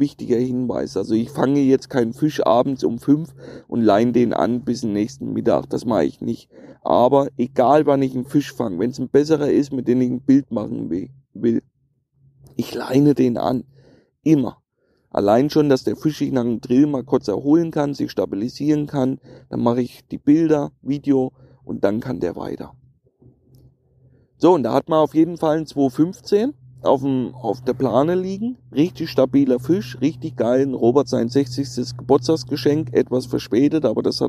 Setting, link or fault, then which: setting, outdoors